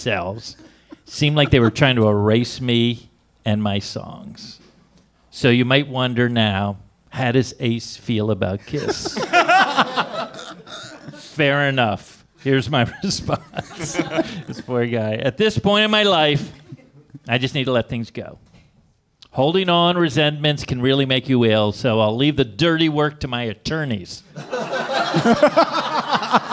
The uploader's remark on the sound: This show was recorded in front of a LIVE audience. At the NerdMelt Showroom in Hollywood, CA.